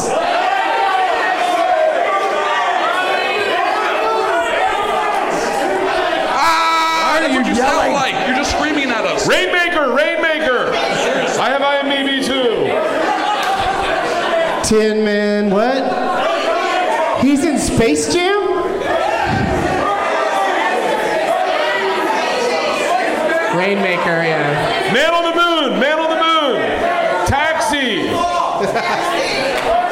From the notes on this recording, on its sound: Live from The Improv in Fort Lauderdale